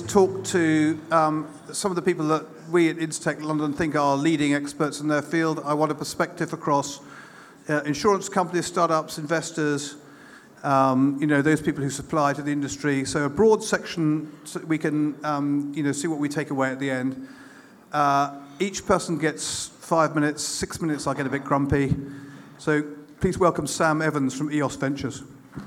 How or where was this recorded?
live audience